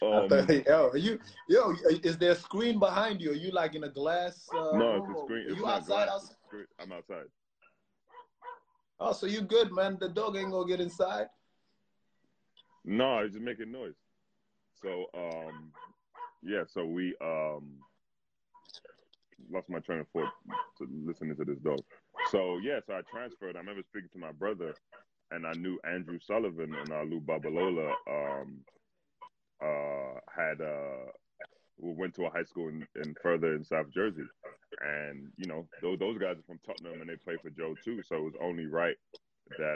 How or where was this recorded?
video call